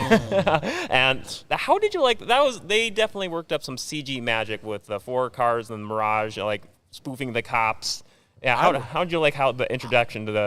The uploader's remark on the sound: Live from Grand Forks Fairgrounds! We are live from the Greater Grand Forks Fairgrounds!